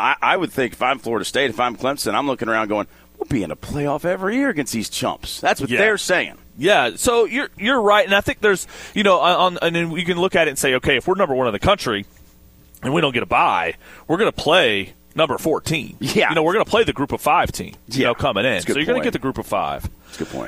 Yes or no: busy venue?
yes